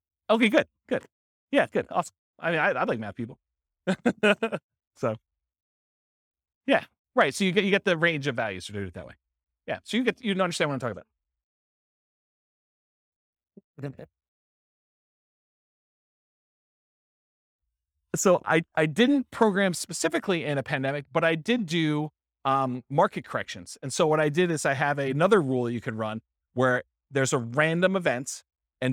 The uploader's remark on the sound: This was a live class recorded